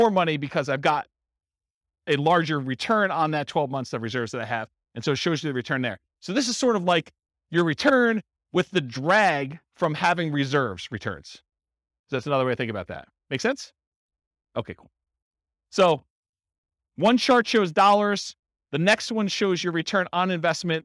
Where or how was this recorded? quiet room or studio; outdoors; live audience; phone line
live audience